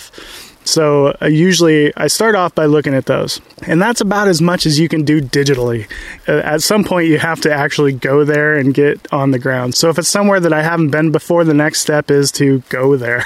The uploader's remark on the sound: Live Q&A from the Redwoods